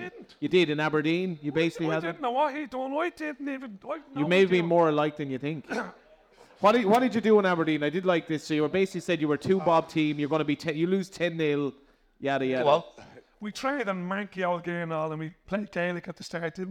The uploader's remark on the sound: Joined us on stage. LOI Central Live.